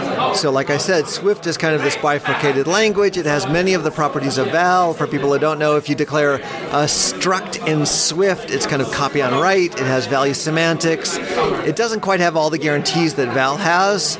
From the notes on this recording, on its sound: live from C++ On Sea 2023